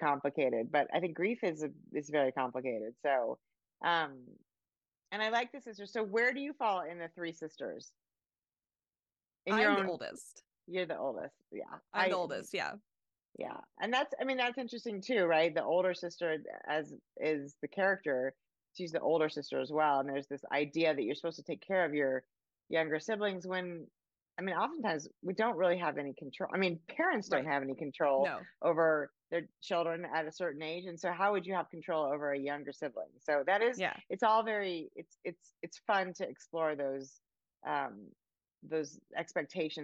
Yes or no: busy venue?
no